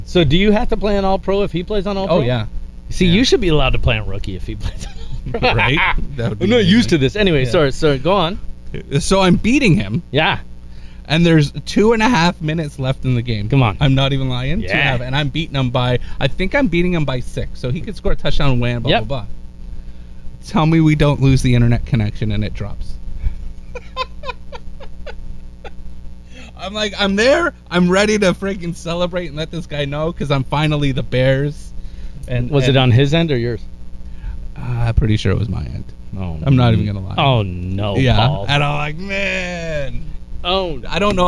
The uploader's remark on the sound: The Outdoor Episode (With The Bad Sound).